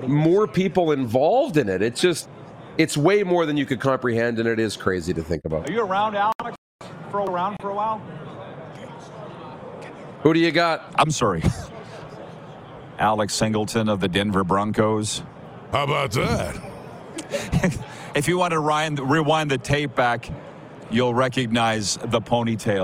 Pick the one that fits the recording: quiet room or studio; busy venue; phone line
busy venue